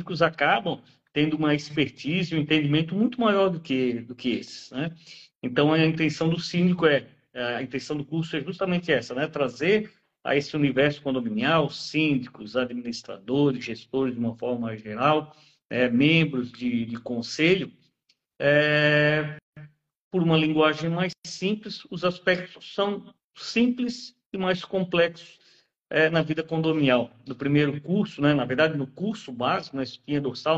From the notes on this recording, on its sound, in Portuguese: Transmitida originalmente pelo Instagram, essa live aconteceu em 25/10/2023